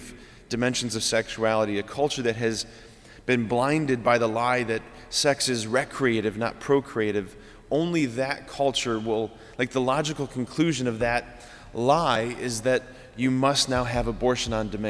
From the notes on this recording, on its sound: Sacred Heart of Jesus Catholic Church in Wadsworth, OH